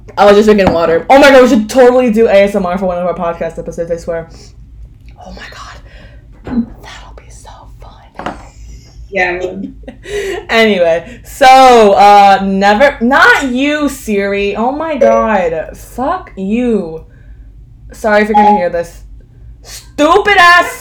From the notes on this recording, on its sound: the audio in this episode may be much louder than our normal episodes because we had a technical issue while editing this episode